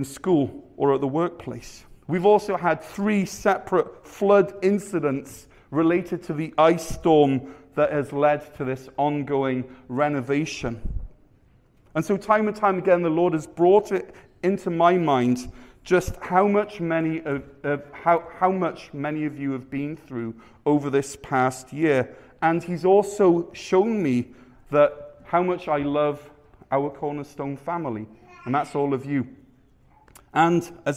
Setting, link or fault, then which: setting, large echoing room